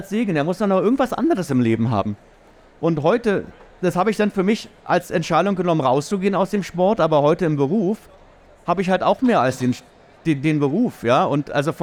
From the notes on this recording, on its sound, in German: OMR 2023. Live vom SAP Stand in Halle 4.